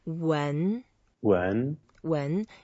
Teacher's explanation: It's the second tone, we go up